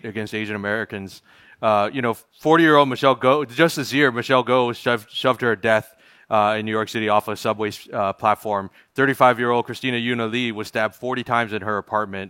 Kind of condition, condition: setting, busy venue